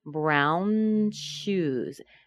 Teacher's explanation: As I'm making the N, I'm already starting to make the sh sound.